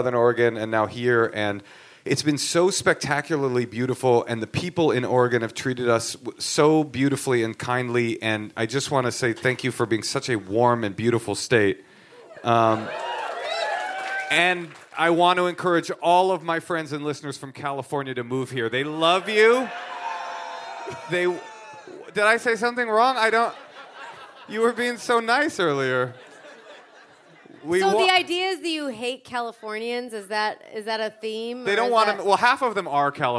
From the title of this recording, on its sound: Live from Portland